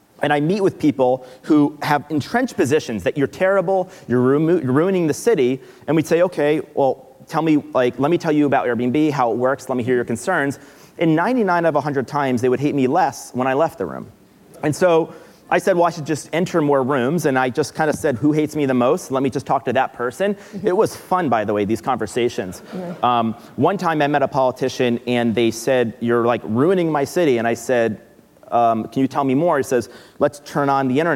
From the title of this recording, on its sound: Live at Code 2018